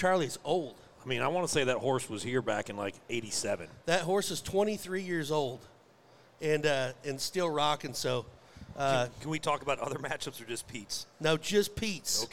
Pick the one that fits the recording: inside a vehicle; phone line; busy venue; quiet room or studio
busy venue